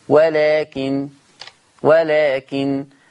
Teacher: طب يا ورش لما تقف هتبقى النون مخففة بس مفيش غنة